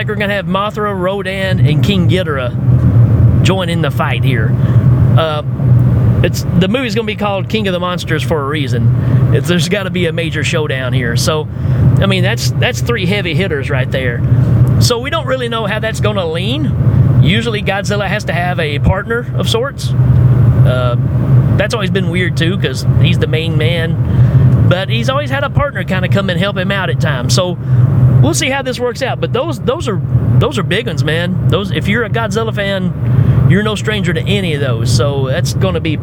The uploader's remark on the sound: Podcast In My Car